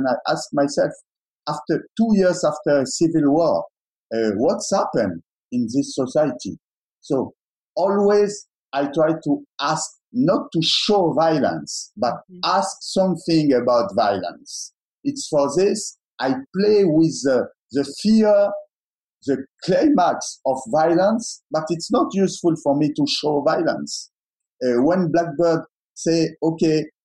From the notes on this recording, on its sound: In a virtual Q&A.